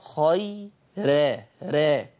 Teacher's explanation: اتفقنا أن ورش يرقق كل راء مفتوحة أو مضمومة مسبوقة بكسر أصلي أو بياء، سواء كانت هذه الياء مادية أو لينة. يبقى في كلمة خير راء مرققة، خيرا را، السبب لأنها مفتوحة ومسبوقة بياء لينة.